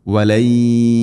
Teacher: നൂന് ശേഷം യ നൂനിനെ യ എന്ന അക്ഷരത്തിലേക്ക് ചേർത്ത് മണിച്ചുകൊണ്ട് ഉച്ചരിക്കണം.